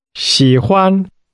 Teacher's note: That's pronounced with a falling, rising tone, followed by a high level tone.